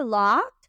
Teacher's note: Nos aseguramos que abrimos mucho la O, en este caso si abrimos la boca, lot, y que suene la T final, lot.